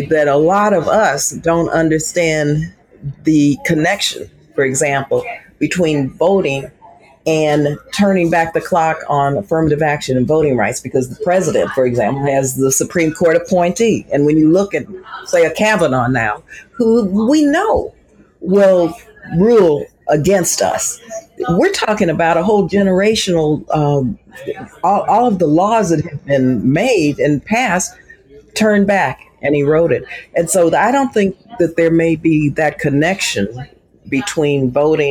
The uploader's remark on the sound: at the She The People conference